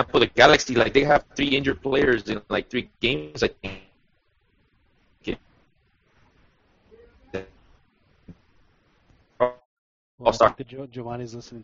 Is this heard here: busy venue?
no